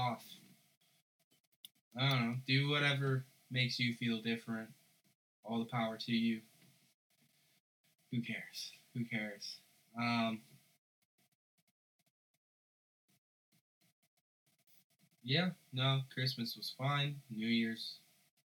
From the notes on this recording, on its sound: An episode featuring the worst sound quality possible. I also added a 20-30 minute recording of me drunkenly rambling about Christmas shopping and other things that I never planned on releasing.